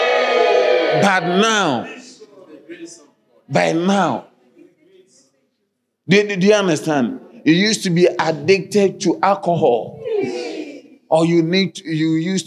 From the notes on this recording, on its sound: Sermon delivered on Friday, December 7, 2023, at Strong Christian Church in Cape Town, South Africa.